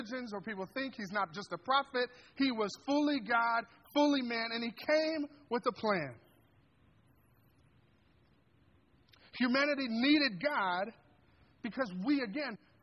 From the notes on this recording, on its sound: This sermon was delivered on December 10th, 2023 at Grace Church in Granger, Indiana.